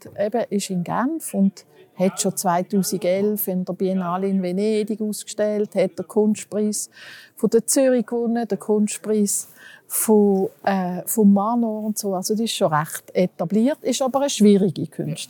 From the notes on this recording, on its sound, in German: Audio-Spaziergang durch den HSG-Campus. Wo wir uns durch das Bibliotheksgebäude und den SQUARE schlängeln.